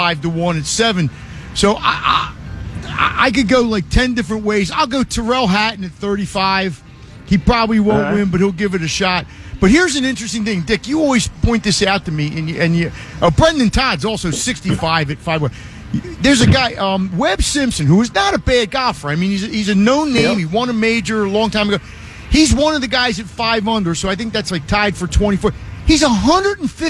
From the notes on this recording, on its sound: LIVE from the Parx Casino Sportsbook